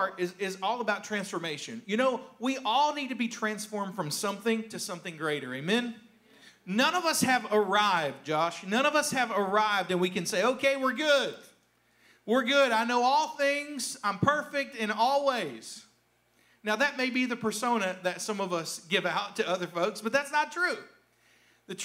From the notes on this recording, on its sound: a rebroadcast of the message from our service on January 31st